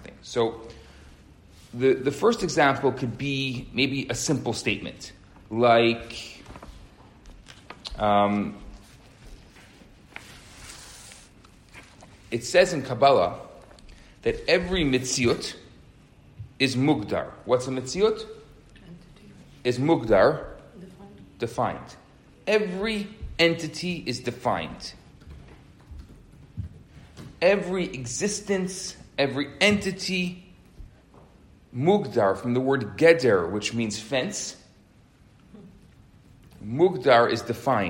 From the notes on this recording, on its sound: Recorded Live at Rohr Chabad NDG in Montreal, Canada.